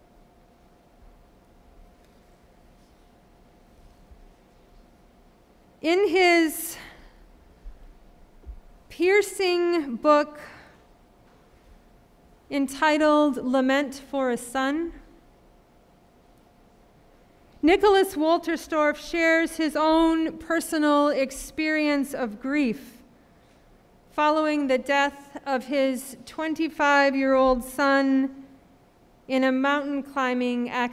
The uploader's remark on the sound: Sermon preached at RCHP